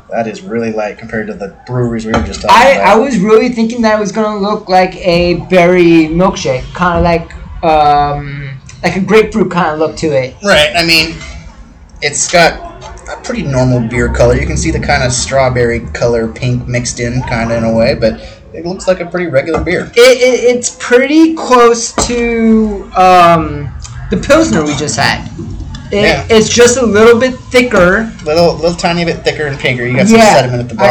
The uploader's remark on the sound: Lot of noise and terrible microphone!